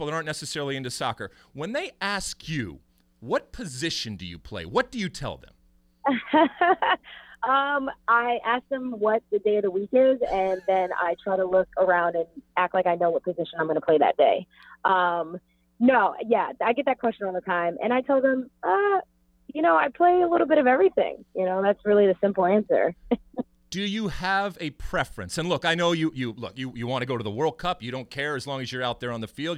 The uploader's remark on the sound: via phone